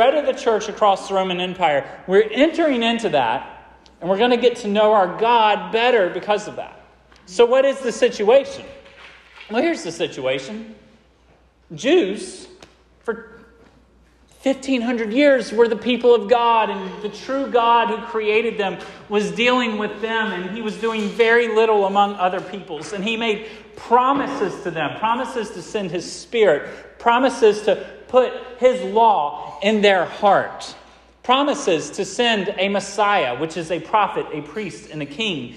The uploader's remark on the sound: This sermon was preached at Hope Fellowship.